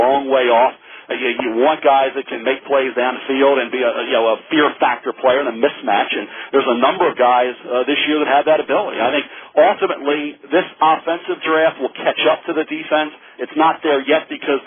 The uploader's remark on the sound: this media conference call